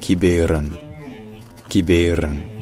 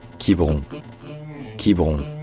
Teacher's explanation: la voyelle centrale est devenue carrément muette · Shown in: second take · alors que c'était la voyelle principale à l'origine.